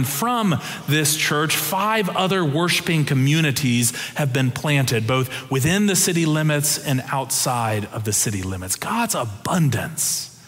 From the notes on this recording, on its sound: Preached October 23, 2022 in the Traditional and MorningSong Worship Services.